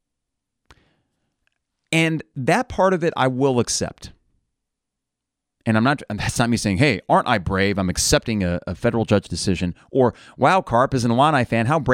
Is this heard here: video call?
no